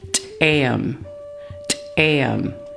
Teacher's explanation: This word is used to practice the letter called ejective T in the Klallam alphabet. The ejective T sound in Klallam is pronounced just like the English letter T, but with a stronger pop.